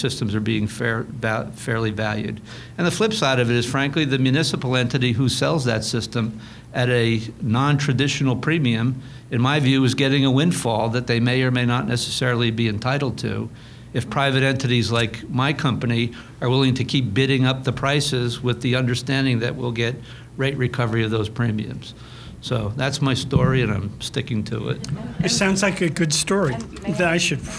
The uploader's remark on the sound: This NJ Spotlight Roundtable was held Friday, April 1st, 2016 at Mercer County Community College, James Kerney Campus in Trenton, N.